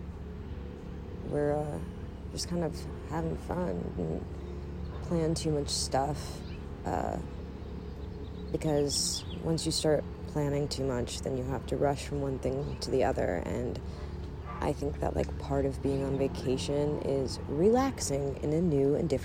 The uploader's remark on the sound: Recorded from the backyard. Lots of birds.